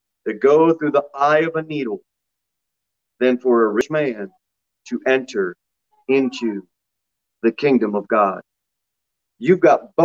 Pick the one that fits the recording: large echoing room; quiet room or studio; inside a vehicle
large echoing room